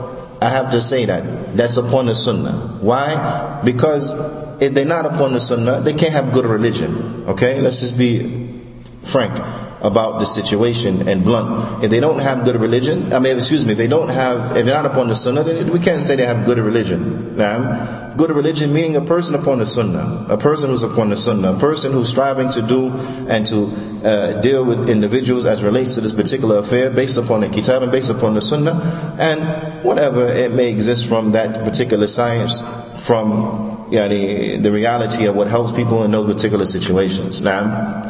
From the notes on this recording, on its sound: Lecture given at Masjid Nur Allah, Queens, NY